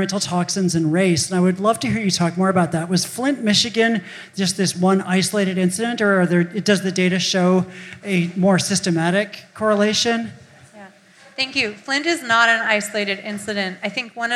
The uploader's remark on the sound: Recorded live June 21, 2017 at Eli's Mile High Club in Oakland, CA.